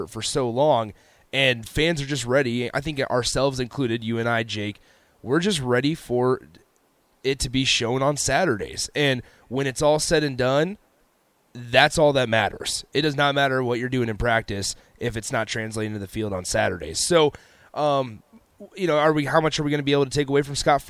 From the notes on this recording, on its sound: Live from Big Ten Media Day in Indianapolis. 93.7 The Ticket's coverage of 2022 B1G Media Days at Lucas Oil Stadium in Indianapolis.